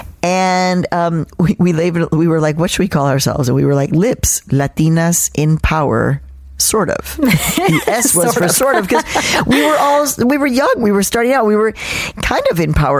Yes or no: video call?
no